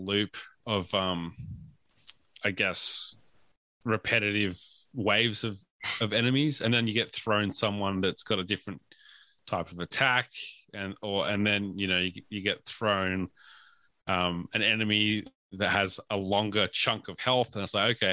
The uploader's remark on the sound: Deciding to unsheathe their Audio-Technica microphones. We did encounter some technical issues during our recording, and as such, had to pivot to our backup track recorded via Zoom. This track is lower in quality than what we usually release so we apologize for the inconsistences in the final episode.